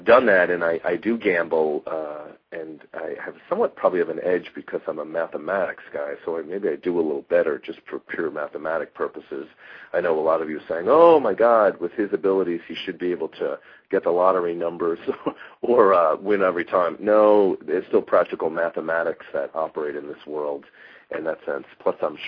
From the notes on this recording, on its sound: takes live calls halfway through the show